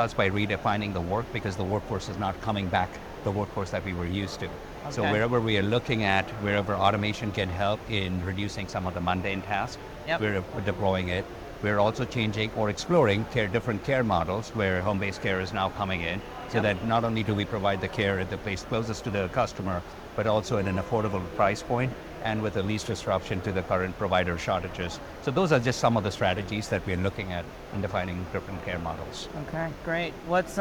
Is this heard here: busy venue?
yes